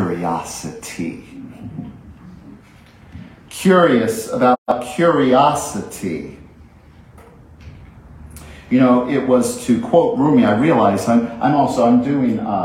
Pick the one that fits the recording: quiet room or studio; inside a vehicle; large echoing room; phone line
large echoing room